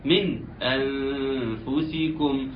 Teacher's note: من نون ساكنة أتى بعدها الهمزة فيجب إظهارها، ومتفقين أنها إظهار قوي جدا جدا.